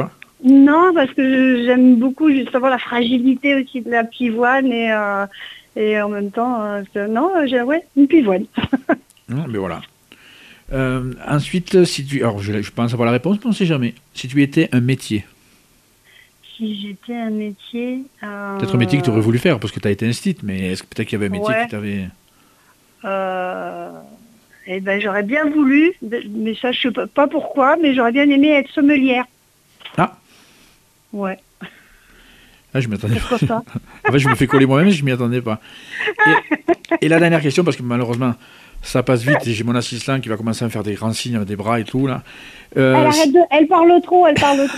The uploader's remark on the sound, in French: reçoit par téléphone la scénariste